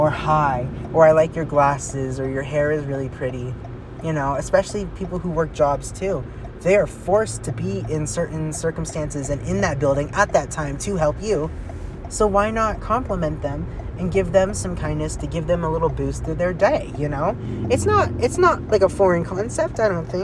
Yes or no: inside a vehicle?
yes